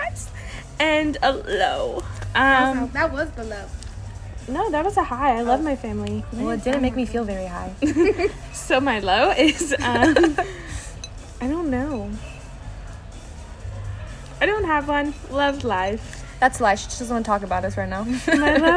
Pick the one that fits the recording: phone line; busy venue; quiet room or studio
busy venue